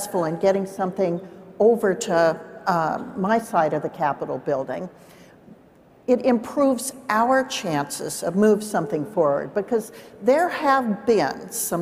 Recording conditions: live audience